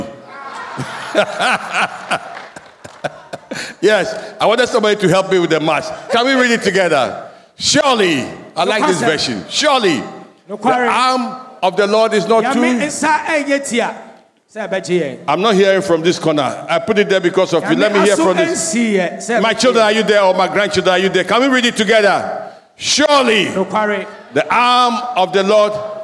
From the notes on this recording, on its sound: Sermon preached at CBC Shiashie Campus